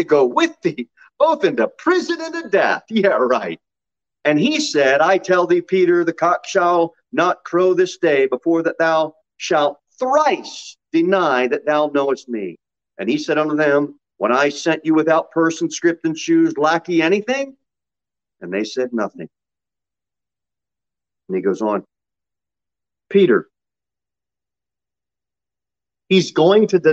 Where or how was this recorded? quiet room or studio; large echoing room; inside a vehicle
large echoing room